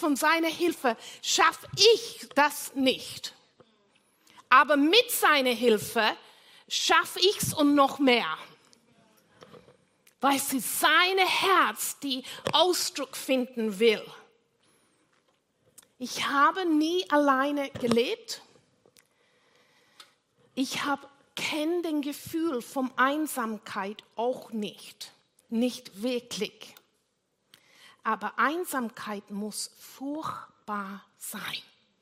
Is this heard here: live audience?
yes